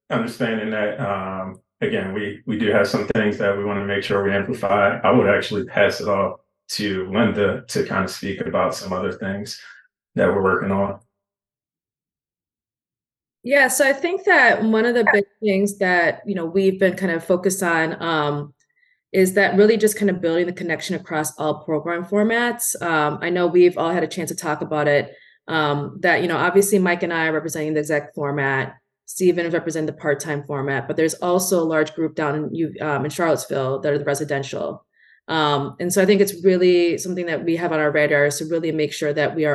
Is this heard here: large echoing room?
no